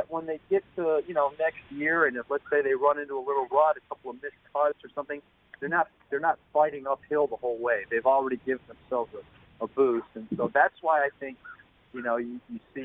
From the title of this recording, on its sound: emotional phone call after winning the Safeway Open